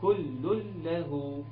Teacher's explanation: انا عملت ادغام التنوين، دخل فيه اللام فاصبح ما عنديش نون اصلا ولا تنوين اصلا، واصبحت بقرا لامات كل له قانتون.